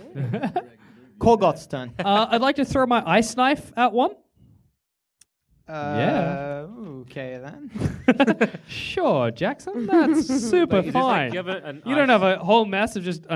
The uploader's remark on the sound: Our heroes climb up on stage, grab a fistful of dice, and play a live game of dungeons and dragons. It's D&D is for Nerds Live and unedited like you've never seen it before!